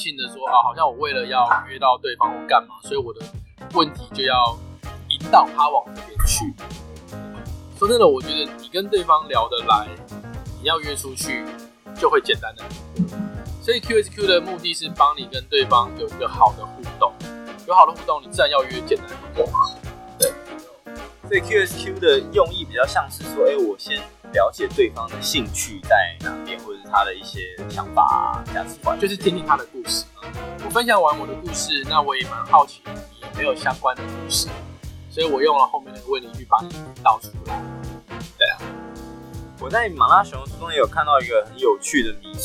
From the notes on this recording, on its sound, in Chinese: 本集音檔為 2019 年錄製，錄製時收錄較多環境雜音，已降噪處理加上背景音樂。